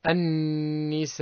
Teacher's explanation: النون مشددة يجب إظهار الغنة فيها